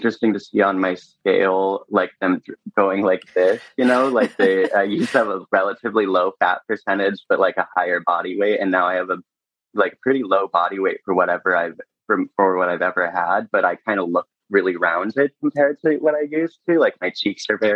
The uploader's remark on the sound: sat down over zoom